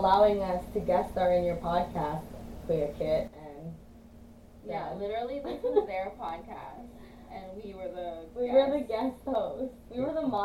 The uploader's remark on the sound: Featuring poor audio quality.